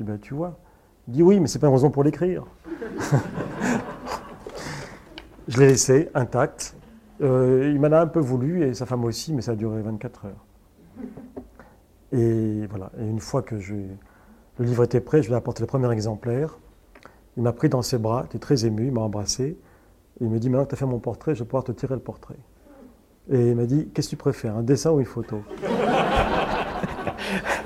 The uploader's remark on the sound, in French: Suivi d’un entretien en public avec le biographe. (Paris).